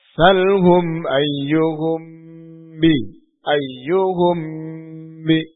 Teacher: Ikhfa syafawi. Nah, ikhfa ini bacanya samar-samar. Syafawi yakni karena keluar dari dua bibir. Bibir atas dan bibir bawah bertemu, merapat.